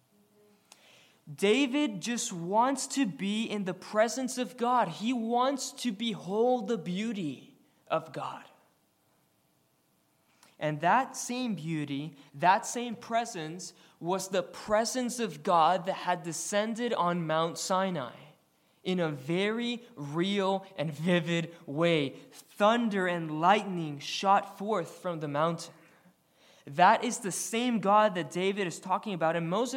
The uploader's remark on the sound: recorded on February 4, 2023, at the Ringgold Seventh-day Adventist Church